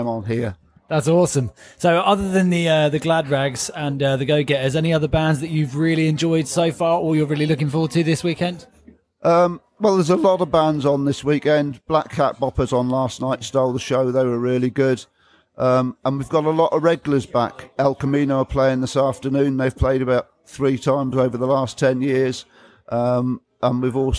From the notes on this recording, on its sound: Rockabilly Weekend - Live Interviews & Review.